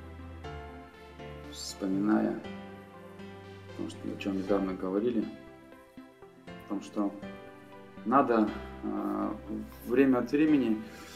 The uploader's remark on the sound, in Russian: И снова у нас необычный выпуск, записанный на диктофон в 500-ах милях от Северного полюса за далекой 80-ой параллелью.